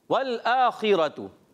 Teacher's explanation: वाव की अदायगी होती है होंठों की गोलाई से